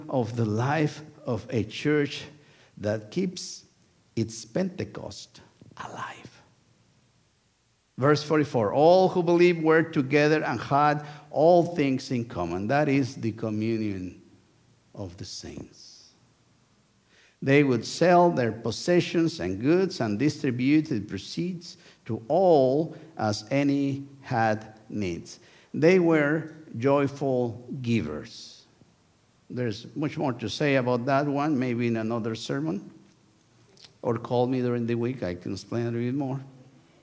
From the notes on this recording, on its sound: Sunday worship service of First United Methodist Church of Pacoima, recorded live on August 6, 2023. We are located at 12550 Van Nuys Blvd.